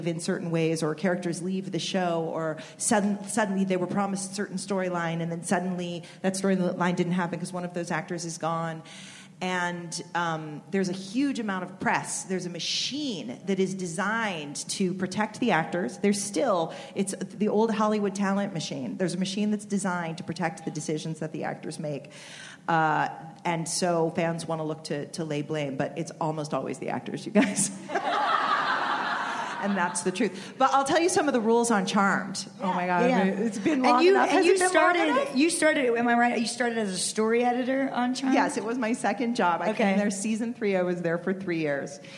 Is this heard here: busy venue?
yes